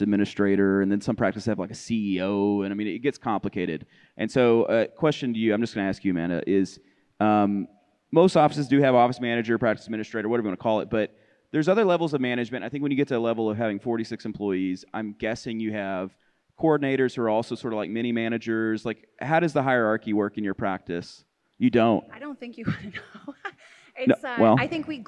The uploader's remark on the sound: Filmed in front of a live audience at the MOPC 2022.